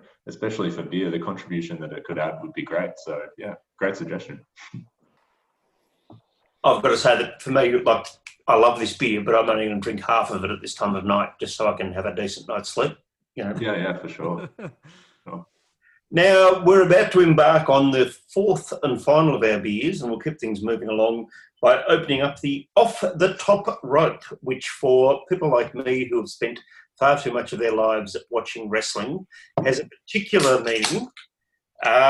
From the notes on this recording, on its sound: We are joined in the online zoom room by the team from Mr Banks